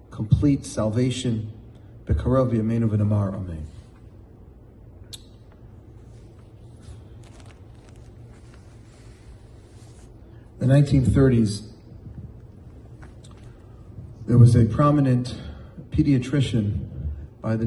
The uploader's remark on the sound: In front of a packed audience of young Jewish professionals.